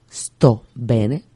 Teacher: Esto es una costumbre muy española poner la E antes de la S